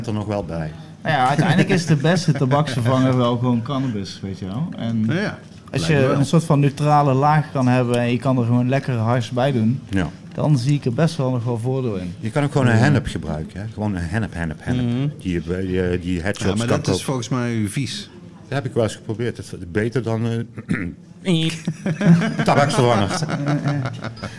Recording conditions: live audience